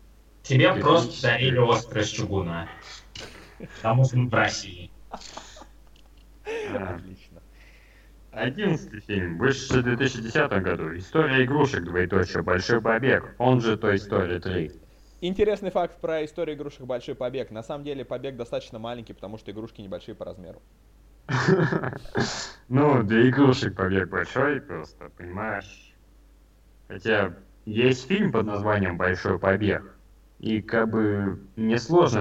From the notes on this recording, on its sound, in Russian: записанный в не очень высоком качестве